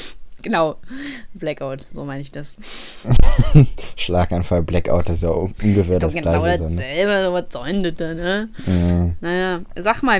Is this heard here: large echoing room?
no